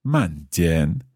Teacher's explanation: So that's 慢, fourth tone. 点, third tone.